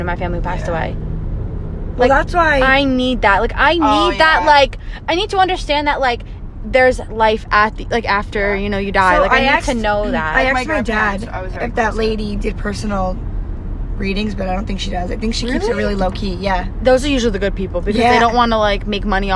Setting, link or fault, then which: setting, inside a vehicle